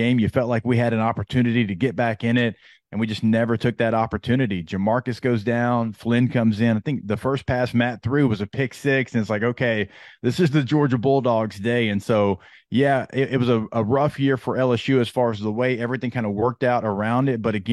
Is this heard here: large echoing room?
no